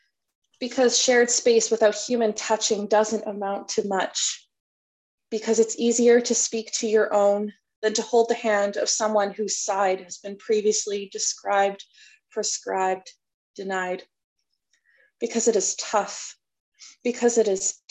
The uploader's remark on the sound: A significant and poignant service that we shared across zoom with one another.